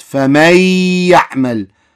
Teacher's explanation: أدغمت النون مع الياء صارت فمن يعمل · Term: إدغام بغنة